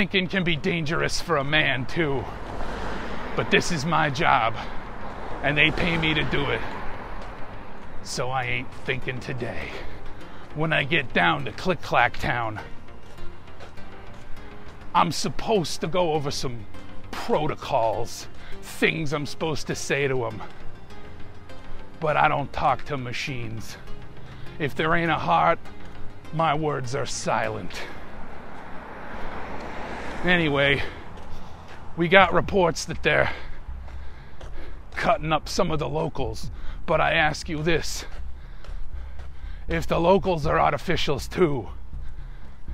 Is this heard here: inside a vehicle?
yes